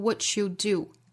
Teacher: 这个 t 和 y 连读同化成 ch。What youdo，但是我们听到原声里呢是把这个 t 的音憋掉了，所以这其实是另外一种发音的方法，就是 t 遇到了 y，前面的 t 可以不和 y 连读同化，把前面的 t 的发音憋掉也是可以的。